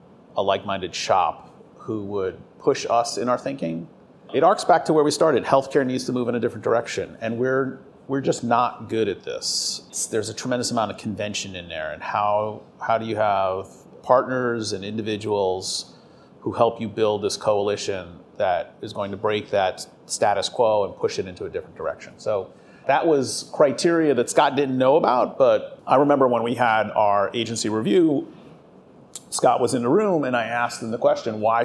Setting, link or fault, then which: setting, busy venue